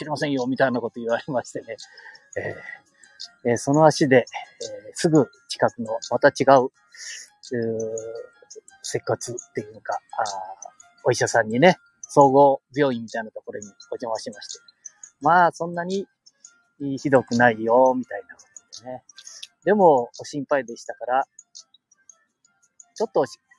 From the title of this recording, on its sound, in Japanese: 街さんぽ LIVE